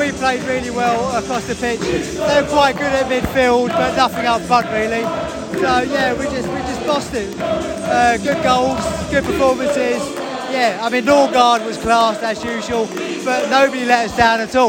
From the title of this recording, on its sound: post-match podcast from the stands